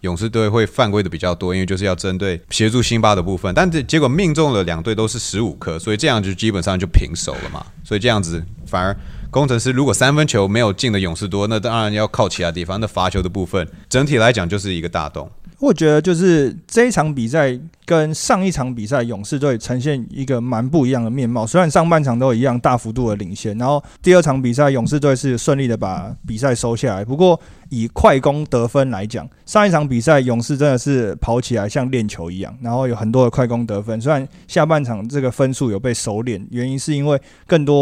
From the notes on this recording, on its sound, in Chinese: 這集是打完當下立馬在球場錄製的，與另外兩個國內受到歡迎的Podcast節目一起合作，分享我們在現場看到的一些細節。